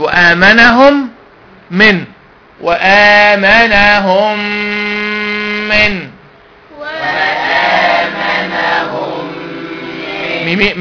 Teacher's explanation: ميمين بقت ميم واحدة مشددة · Term: ادغام مثلين صغير